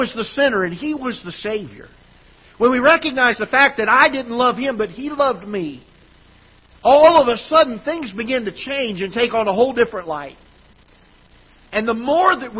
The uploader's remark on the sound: Ketha Heights Baptist Church ~ Live Broadcast.